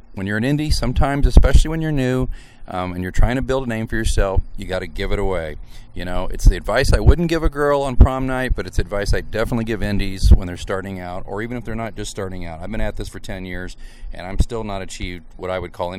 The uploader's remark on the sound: We beg your pardon for the "lacking" sound quality of this episode, as it was recorded outside in the wind on a sunny day.